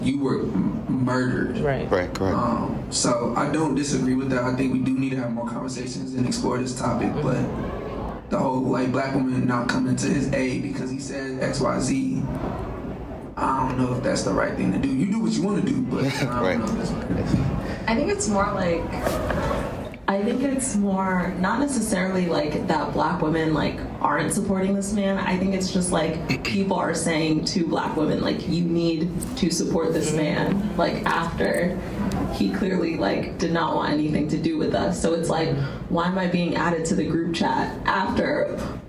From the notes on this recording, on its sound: Tune into the recording of our live sessions at SNMA's annual medical education conference. Shout out to our lovely audience members for participating and creating this episode with us!